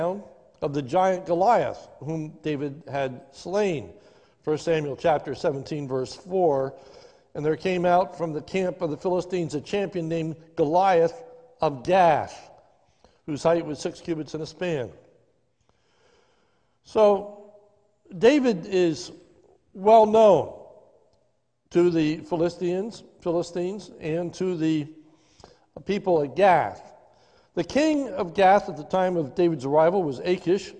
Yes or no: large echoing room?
yes